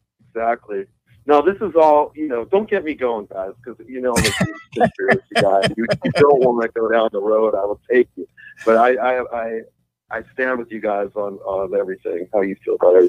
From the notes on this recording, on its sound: call in to tell a story